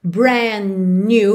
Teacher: Brand new, você já junta brand com new pelo N mesmo